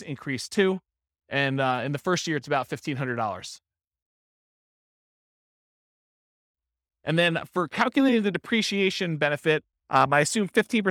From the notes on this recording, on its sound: This was a live class recorded